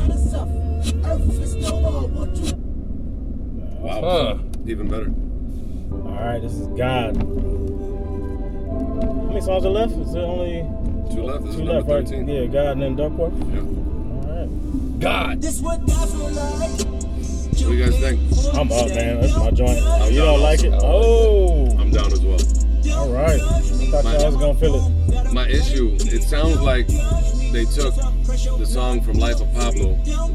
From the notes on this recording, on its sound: as we were rollin in the car